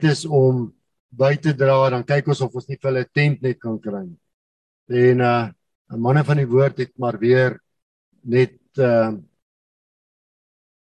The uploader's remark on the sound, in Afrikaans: Manne van die Woord Zoom Byeenkoms 25 Januarie 2022